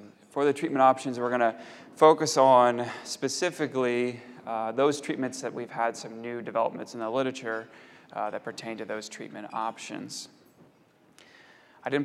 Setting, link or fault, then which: setting, large echoing room